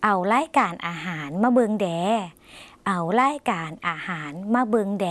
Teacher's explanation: อย่าลืมนะคะคำลงท้ายลากเสียงยาวแล้วก็เสียงนุ่มหน่อย